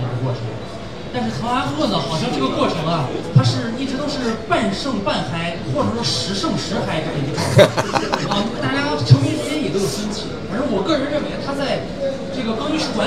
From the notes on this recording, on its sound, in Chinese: 线下见面会的现场录音，保留了稍有些嘈杂的背景音。